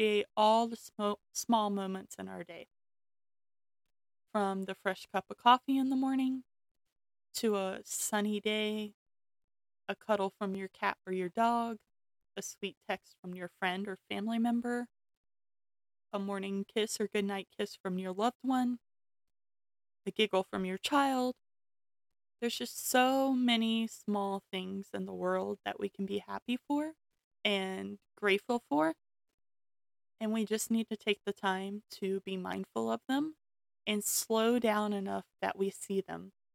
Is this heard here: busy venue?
no